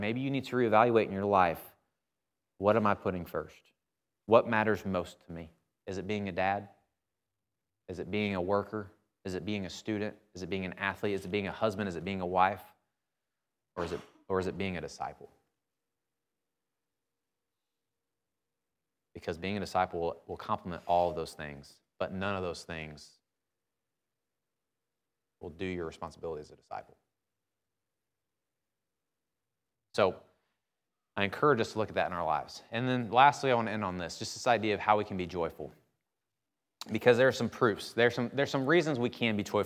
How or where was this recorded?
large echoing room